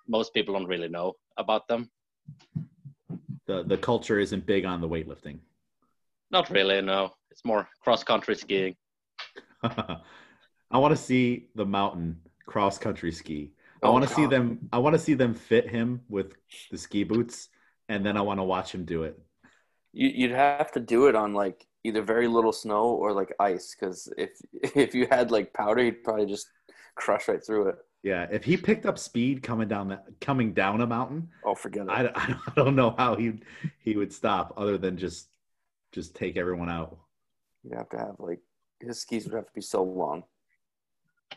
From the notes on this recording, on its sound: This episode was open for listeners of the show to hop on the zoom chat to listen to the conversation and add their two cents.